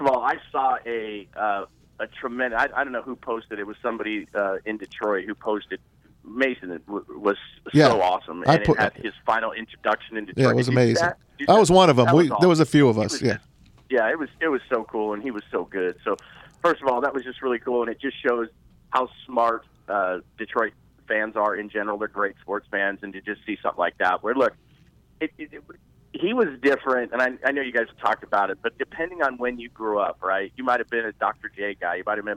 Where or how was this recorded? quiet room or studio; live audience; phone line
phone line